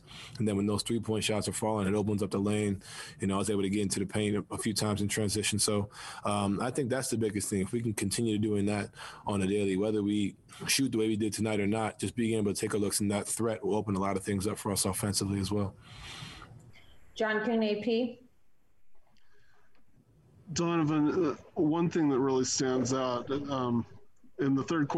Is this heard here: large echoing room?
no